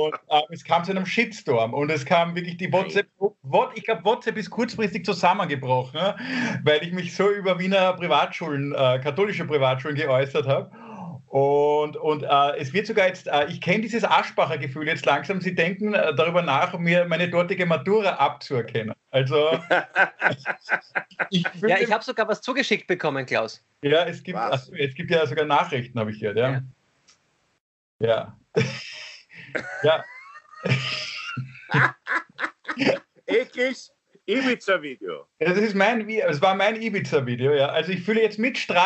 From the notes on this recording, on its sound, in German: Aufzeichnung einer ZOOM Session vom Montag, 18.